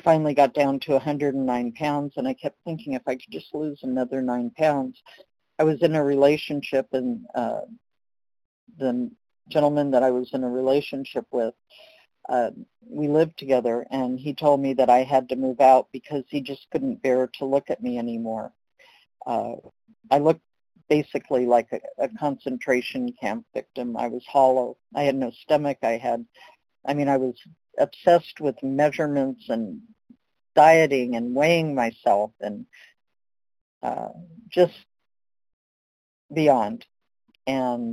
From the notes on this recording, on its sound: From the 100 Pounders Phone Meeting, 1/20/23.